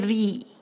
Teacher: رو پہ کسرہ ری، بالکل اس کو باریک کریں گے